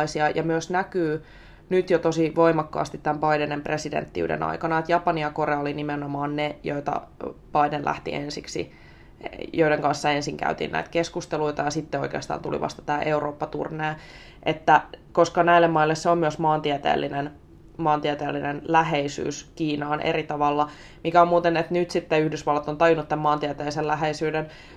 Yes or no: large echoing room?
no